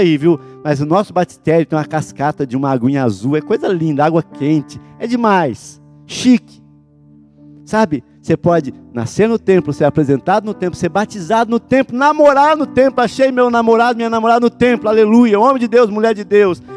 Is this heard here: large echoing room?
yes